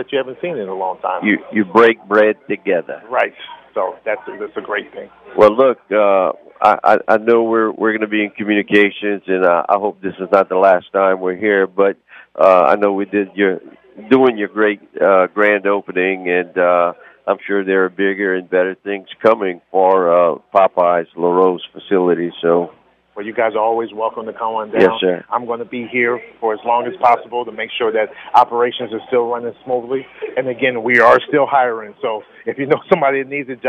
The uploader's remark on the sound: We are LIVE at Popeye's in Larose for the store's grand opening. We talk with store employees and celebrate the re-opening at their Larose location.